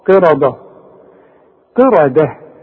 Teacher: قي وبعدين الراء مفخمة ورقق للدال احسن تطلع معاك ايه ضاد